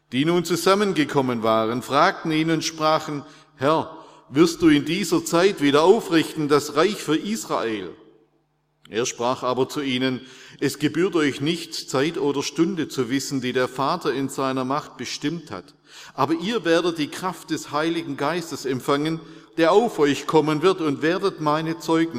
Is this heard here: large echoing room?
yes